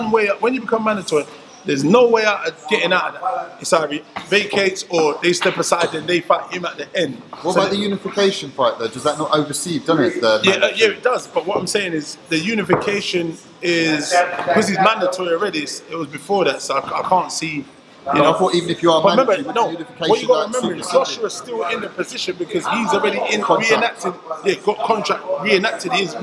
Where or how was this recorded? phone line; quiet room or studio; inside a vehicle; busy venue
busy venue